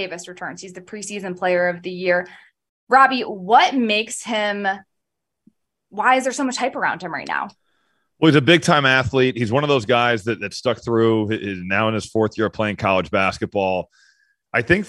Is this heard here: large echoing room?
no